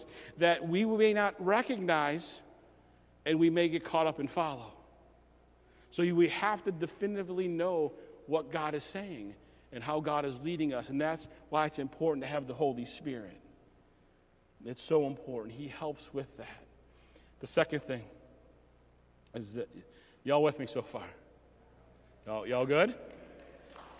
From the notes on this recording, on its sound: message recorded at Southtowns Christian Center